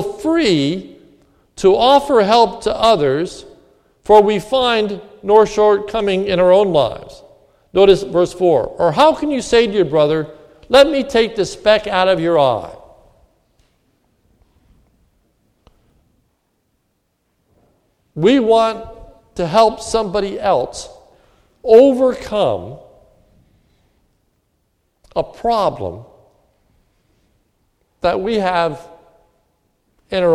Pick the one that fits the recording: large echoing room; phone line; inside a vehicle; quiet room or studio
large echoing room